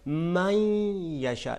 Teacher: यहाँ पे मन यशा तलफ़ुज़ नहीं होगा बल्कि क्या होगा, मई यशा, नून को ख़त्म करके जी या में, या नून को या में बदल दिया और या पे तशदीद · Term: इदगाम